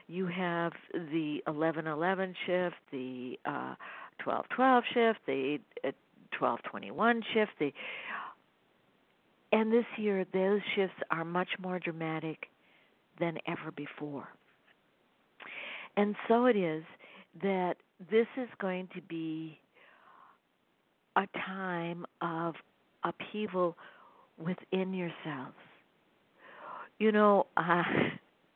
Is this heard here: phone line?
yes